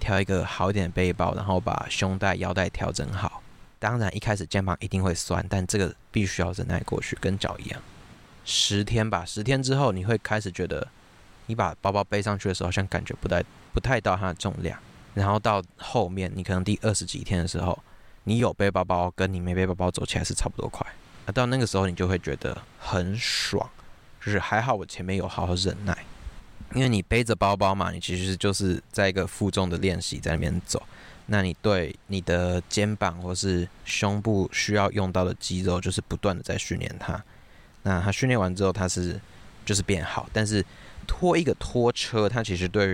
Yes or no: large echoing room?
no